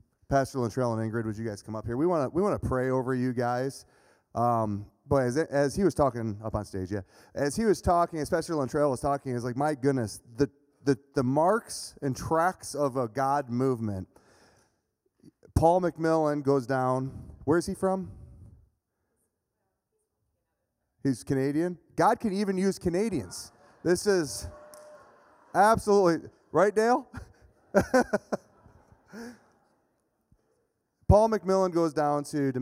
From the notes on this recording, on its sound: speaking at Berean Baptist Church